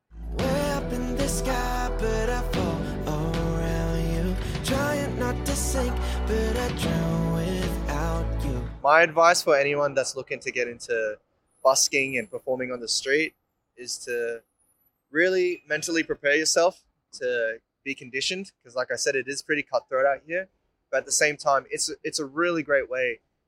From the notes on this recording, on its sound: Swanston Street, Melbourne Central Business District.